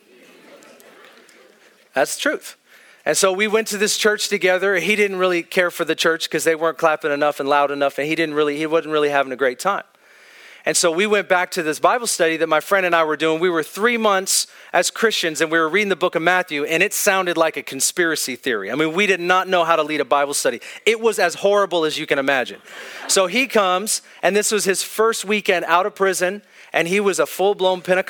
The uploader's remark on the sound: This is an Ignite Gathering at Northwest Foursquare Church in Federal Way, Washington.